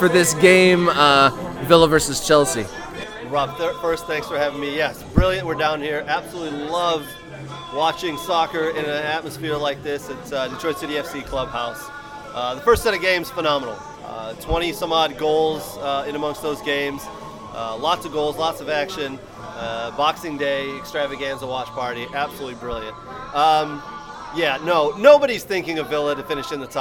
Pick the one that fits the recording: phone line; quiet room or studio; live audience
live audience